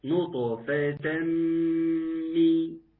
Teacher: نطفة مي لازم أسمع الصوت ده مي لأن عندي ميم بالرغم إنها تغنى بمقدار حركتين إنما لازم تتكسر لأن ميم مكسورة · Term: غنة